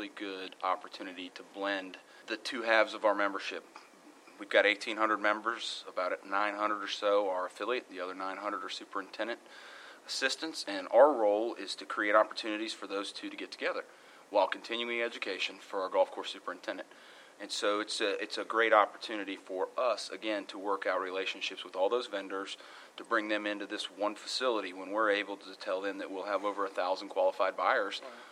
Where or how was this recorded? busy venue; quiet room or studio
busy venue